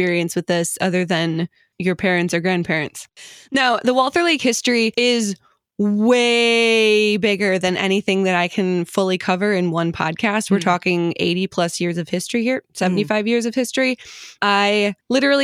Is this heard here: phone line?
no